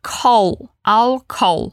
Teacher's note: o L aqui é bem l mesmo. Não tem um som de U, tipo cow, ok?